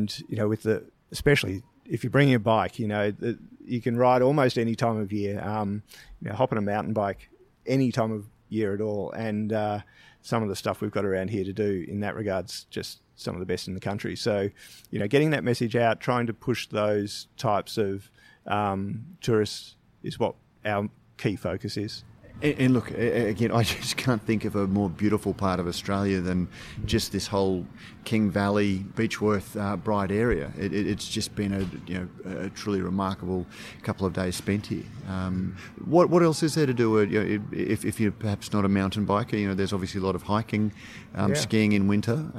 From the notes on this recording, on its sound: We have our last conversation recorded during our swing through the High Country Brewery Trail with a visit to Bright Brewery. We visited the High Country Breweries in late January after the fires.